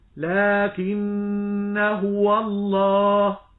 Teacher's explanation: بعد النطق بالنون المشددة تأتي بالهاء من كلمة هو